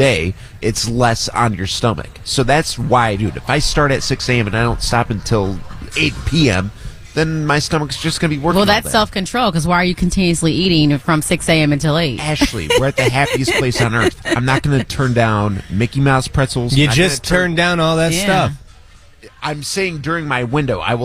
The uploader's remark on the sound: broadcasting live at Walt Disney World